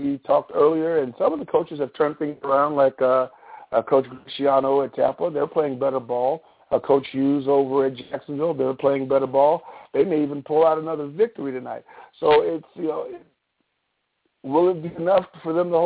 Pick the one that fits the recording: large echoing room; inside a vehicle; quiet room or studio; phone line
phone line